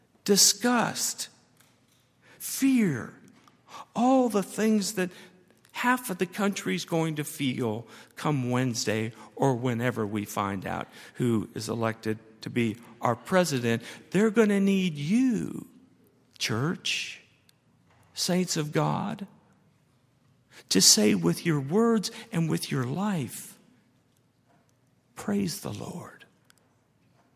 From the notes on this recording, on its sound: at Highland Baptist Church